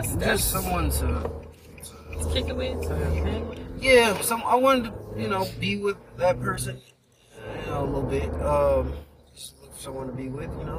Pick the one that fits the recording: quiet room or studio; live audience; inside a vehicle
inside a vehicle